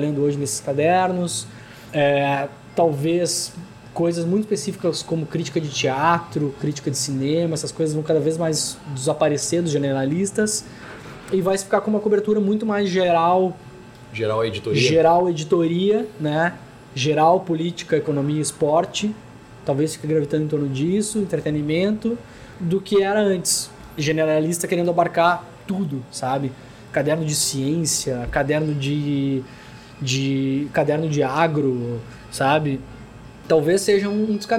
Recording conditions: busy venue